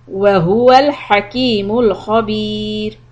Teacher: When you stop, the را becomes soft because of the كسرة preceding.